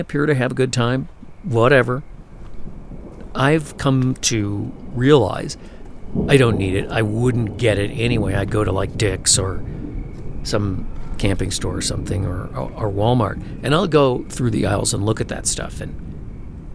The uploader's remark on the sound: For this podcast it is the opportunity to finally fully record one of the west’s magnificent Monsoon storms.